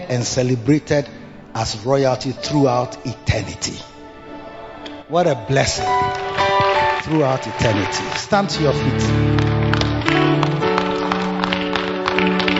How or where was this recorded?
large echoing room